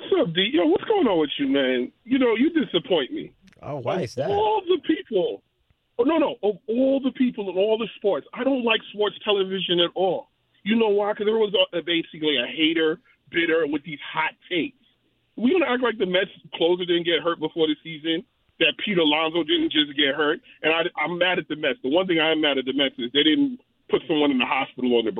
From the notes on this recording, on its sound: Met fans call in to give their thoughts.